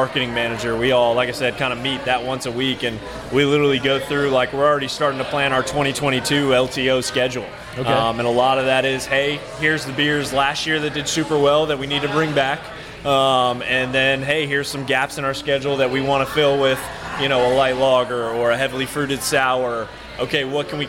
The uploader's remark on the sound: drops in to Mid City Beer Garden in Baton Rouge to enjoy some tasty beers